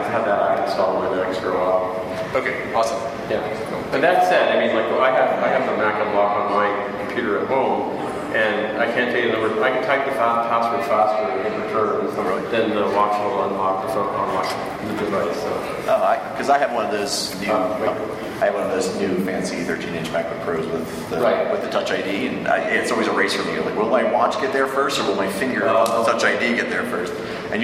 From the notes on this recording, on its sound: NB: we had no control over the recording process. The audio is not great.